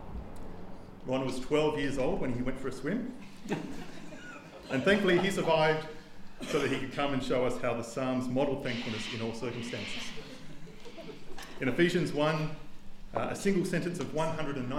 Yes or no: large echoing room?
yes